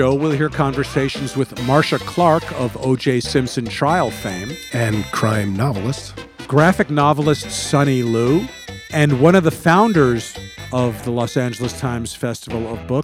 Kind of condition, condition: setting, busy venue